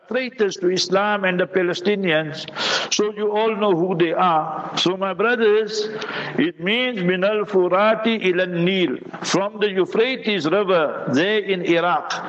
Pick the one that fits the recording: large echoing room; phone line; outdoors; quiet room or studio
large echoing room